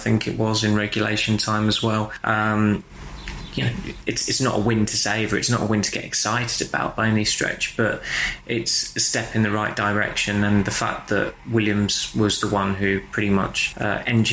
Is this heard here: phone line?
no